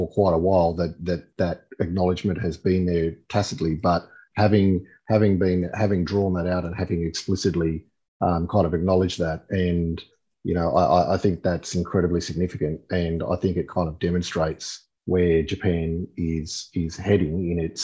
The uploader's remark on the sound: In this webinar, an expert panel considers where conflict is likely.